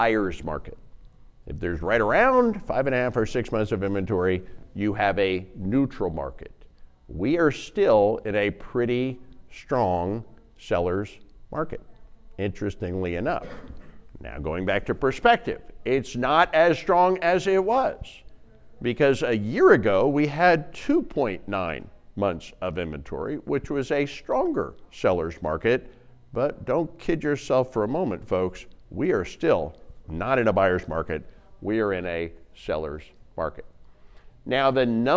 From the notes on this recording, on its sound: Live Presentation.